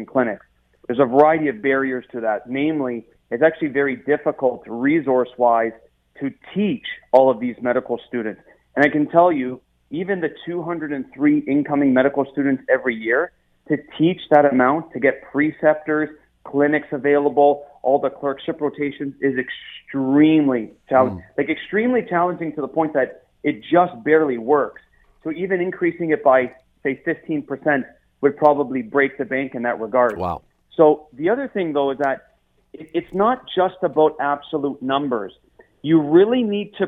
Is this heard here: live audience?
no